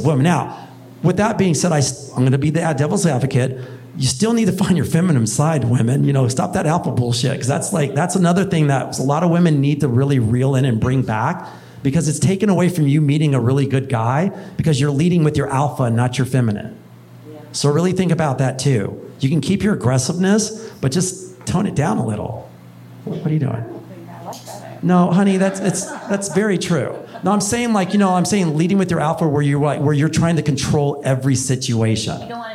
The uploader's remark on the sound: (The Live Stage Event). On stage for his very first live event.